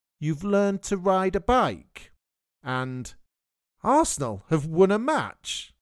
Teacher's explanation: I'm using rising intonation to show that I'm surprised or confused.